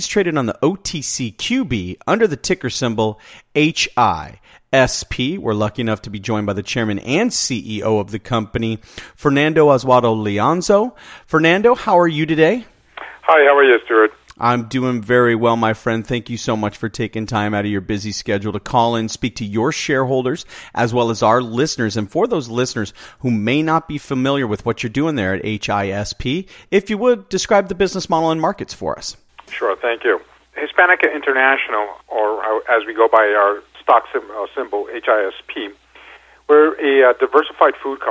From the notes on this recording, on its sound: called in to SmallCapVoice